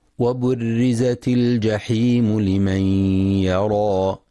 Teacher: ينتبه القارئ لترقيق الراء في كلمة وبرزت، فلا يقرأ بالتفخيم